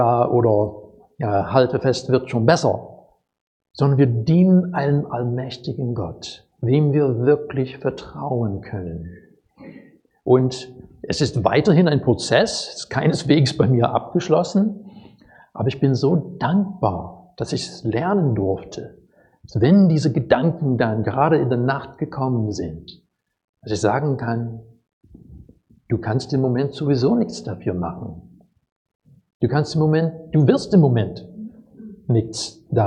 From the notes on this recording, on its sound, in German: Predigt aus dem Gottesdienst